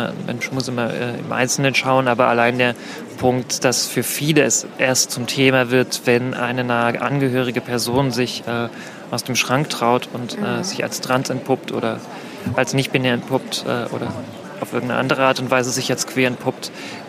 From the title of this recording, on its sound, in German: Gespräch vom »Markt für nützliches Wissen & Nicht-Wissen«